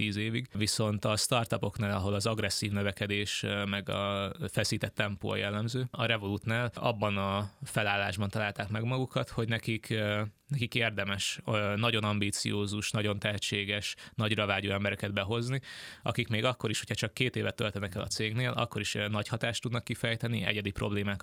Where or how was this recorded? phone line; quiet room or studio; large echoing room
quiet room or studio